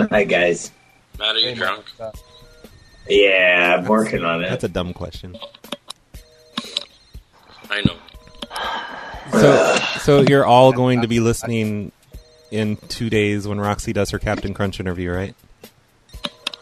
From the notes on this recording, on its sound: Prank Phone Calls